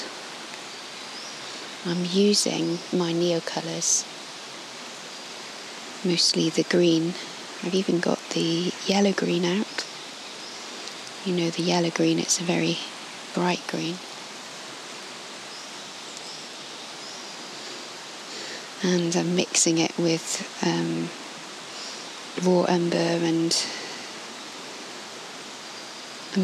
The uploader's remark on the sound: Today I drove across the Lizard peninsula to the Helford area, parked at Kestle Barton and made the muddy walk down to the woods just above Helford Village. Record the audio of the woodland sounds.